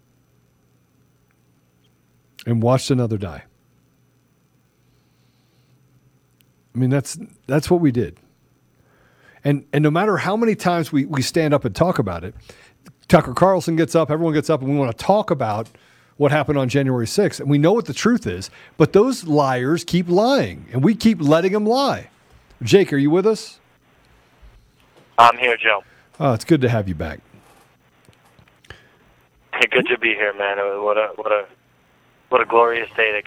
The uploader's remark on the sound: live with us again by phone